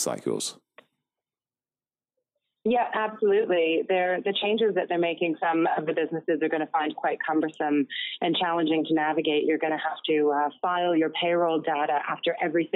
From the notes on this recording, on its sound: Note: Apologies for the sound quality. This episode was conducted over the phone.